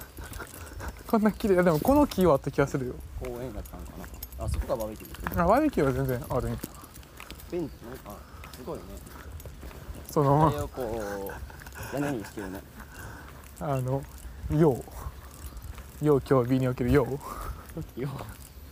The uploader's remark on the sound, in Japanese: 帰省した時に対面で撮った音源です。かつて練習していたコートを歩きながらしゃべっています。雑音あり、低音質、大量の規制音となっております。